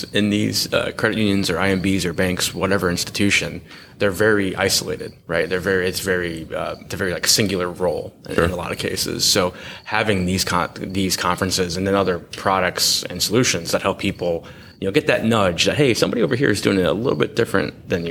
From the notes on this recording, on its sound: coming to you live from ACUMA's Annual Conference in the beautiful Gaylord Hotel in National Harbor, MD